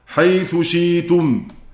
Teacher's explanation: لما أدغمت حيث شيتم، دي حيث شيتم كان حركة الثاء أشير له بضم الشفتين، أو أفك الإدغام وآتي بجزء الحركة ثلثي الحركة لأنه اختلاس، حيث شيتم، فيعلم المستمع أن حركة الثاء الضم، وعلى ذلك فقيسوا.